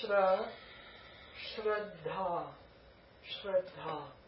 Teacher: Sh, r, dental d, an aspirate, dental d, aspirate, long a